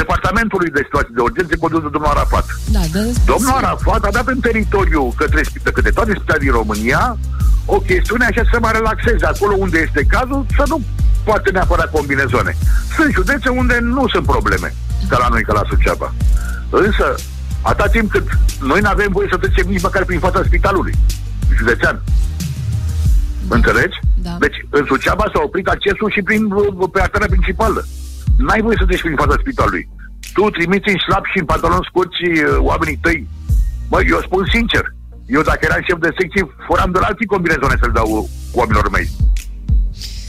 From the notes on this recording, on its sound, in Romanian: Live la telefon!